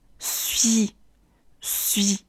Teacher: 最后的 suite 要注意口型从 u 滑到 i